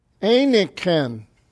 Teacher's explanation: whenever gamma comes together with a kappa, the gamma changes to an N sound. Einenken.